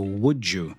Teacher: the final D and you right after, we go j